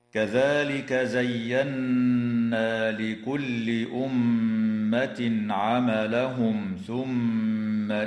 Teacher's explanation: قوله تعالى: كذلك زينا لكل أمة عملهم ثم إلى ربهم مرجعهم فينبئهم بما كانوا يعملون. تغن النون المشددة في كلمة زينا، وكذا الميم المشددة في كلمة أمة وفي كلمة ثم